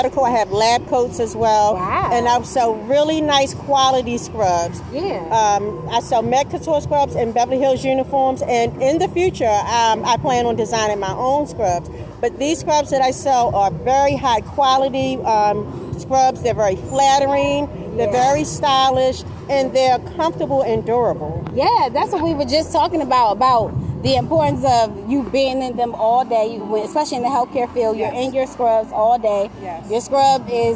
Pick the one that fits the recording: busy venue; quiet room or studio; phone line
busy venue